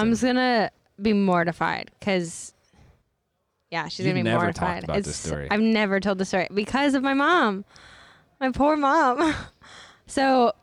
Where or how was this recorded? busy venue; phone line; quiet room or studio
busy venue